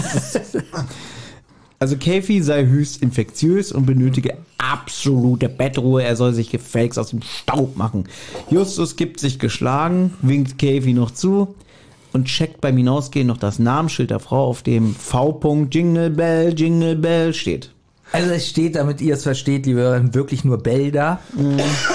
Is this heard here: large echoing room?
no